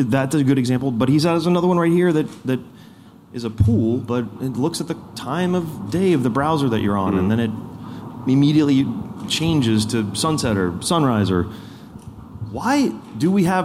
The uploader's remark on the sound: In this live audience episode, we come to you from NFT NYC 2023!